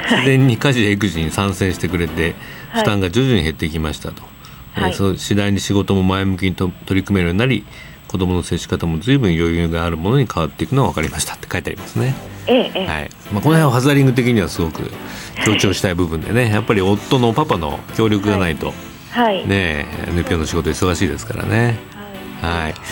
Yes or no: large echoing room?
no